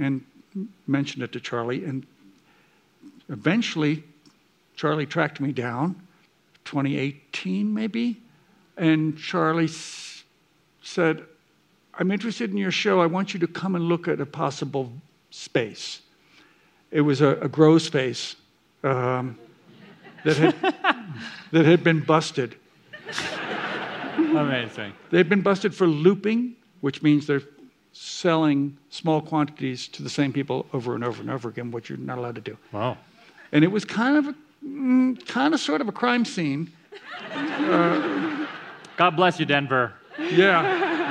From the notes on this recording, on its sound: A live conversation. At the Denver Center for the Performing Arts.